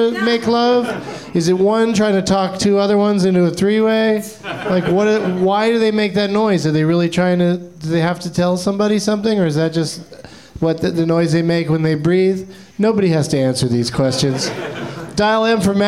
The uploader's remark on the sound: Live from the NerdMelt Showroom in LA